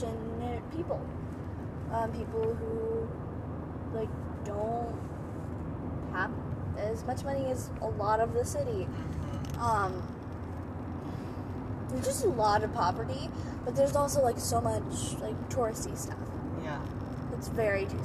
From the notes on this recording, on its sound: This is the first episode with a guest! Its just me and one of my parents talking while driving somewhere.